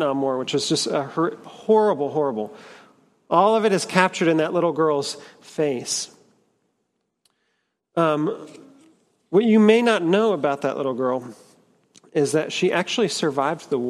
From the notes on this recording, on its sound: at Trinity Church, Puerto Rico.